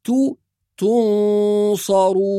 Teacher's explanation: فالمفخم هنا في الكلمة حرف الصاد وحرف الراء وأيضا غنة الصاد، لأن الصاد مفخمة فتكون الغنة أيضا مفخمة، فنقول تو تنصرون.